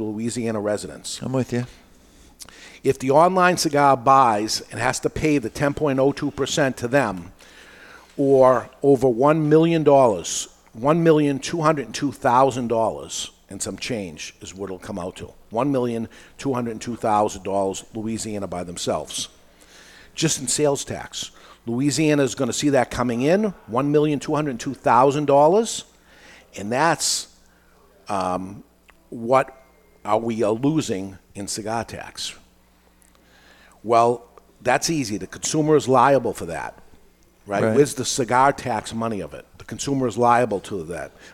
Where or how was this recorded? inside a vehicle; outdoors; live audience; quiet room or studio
live audience